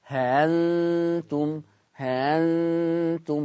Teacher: لكن الشاهد الهمزة المسهلة أنا قلت قبل كده حرف فرعي يتردد بين مخرجين، والله لو الهمزة اللي أنا بسهلها مفتوحة يبقى تتردد بين الهمزة والألف، والحمد لله هنا الهمزة مفتوحة يبقى تتردد بين الهمزة والألف · Term: التسهيل